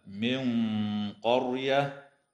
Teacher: وتخفى النون الساكنة عند القاف مع الغنة مفخمة